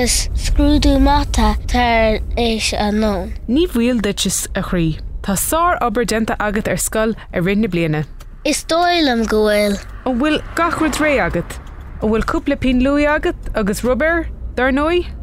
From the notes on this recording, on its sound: a short conversation of a parent and child that takes place in the car on the way to school